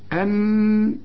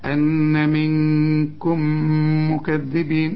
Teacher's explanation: وإنا لنعلم، شوف العين بتبعبع ازاي والنون لازم تغنها، وإنا لنعلم أن منكم، غن النون أن، وفي غنة بتاعت النون اللي بعدها الكاف، الكاف من حروف الإخفاء